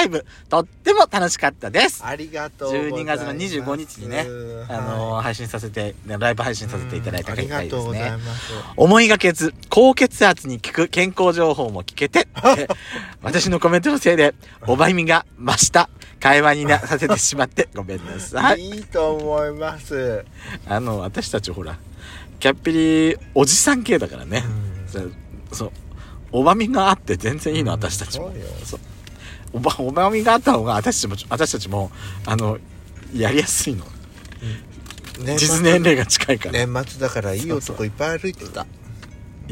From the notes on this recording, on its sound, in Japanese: 2人組。パーキング収録。